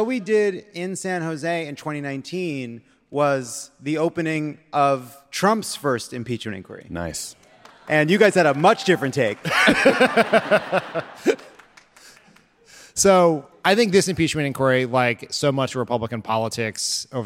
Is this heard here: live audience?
yes